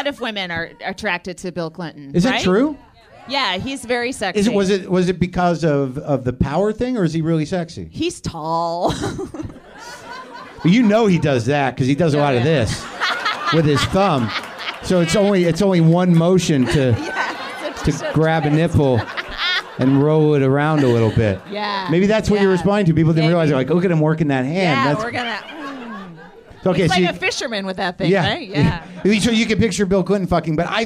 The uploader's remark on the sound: Live from UCB Los Angeles, it's Ladies Night. The WTF live stage.